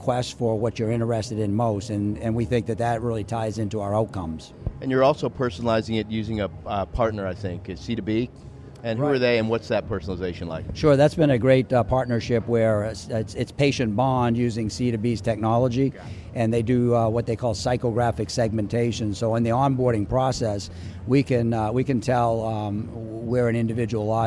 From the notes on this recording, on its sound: LIVE From #HIMSS17